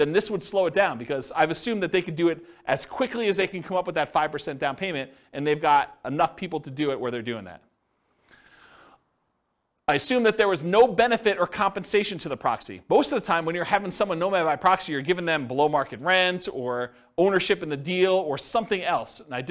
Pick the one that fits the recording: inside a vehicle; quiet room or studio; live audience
live audience